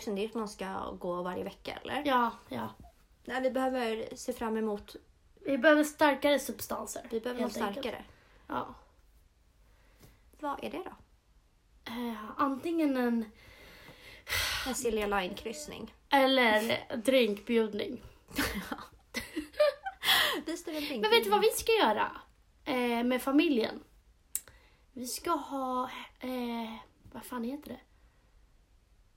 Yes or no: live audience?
no